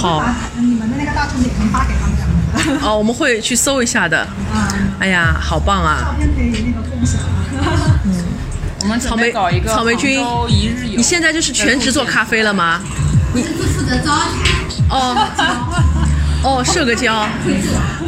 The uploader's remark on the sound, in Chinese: 来到杭州展开了一场为期一天半的“访友之旅”，也是主播们第一次尝试边走边录，在万物有灵皆美的大自然中，与花鸟鱼虫一同放声。取材自杭州之旅第二天，于民宿大堂早餐时间的录制。